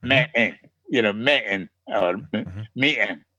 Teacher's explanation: in Mull, we do a lot of glottal stops in the middle of the word